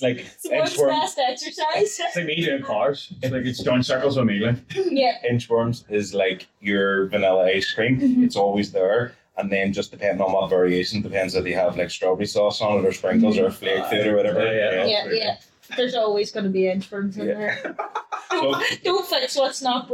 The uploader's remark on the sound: Apologises for the audio, some techy crap happened and we lost the audio from microphones.